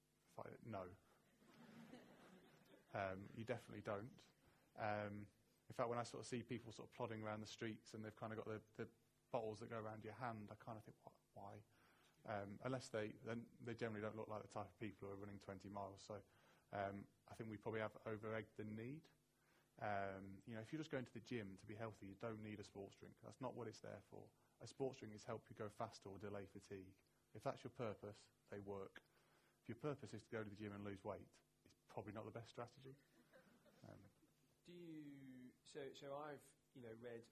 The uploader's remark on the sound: This is a live recording of Science and Running, which took place at the Science Museum on 27 March 2019.